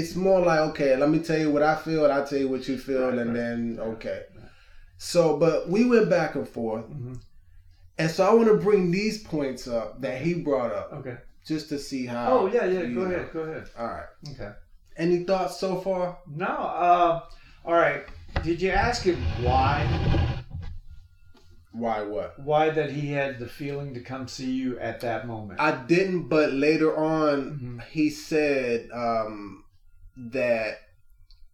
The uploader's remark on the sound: All Episodes are recorded at work. In our desire to deliver an authentic, organic experience to the listener, sometimes the background will reflect this “At Work” atmosphere. As we progress, our sound quality will improve, we appreciate your patience and understanding.